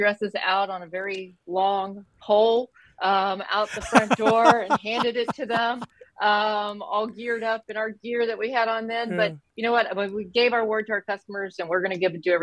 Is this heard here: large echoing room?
no